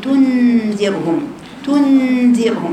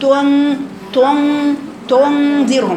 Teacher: خلي لسانك عند النون ثم ينتقل عند الذال، يبقى لسانك منبسط ممتد للأمام · Shown in: first take